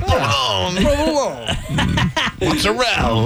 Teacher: you cut the last syllable off